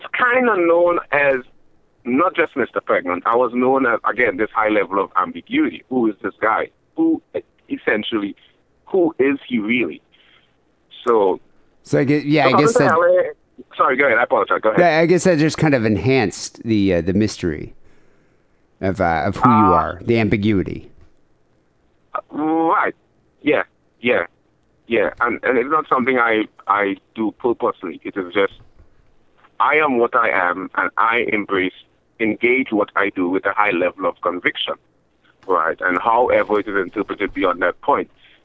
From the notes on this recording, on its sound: Phone Calls.